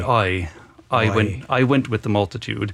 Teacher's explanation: the long I sound that you hear in I in there, he tells us that it starts in the back of the mouth, more of an oi.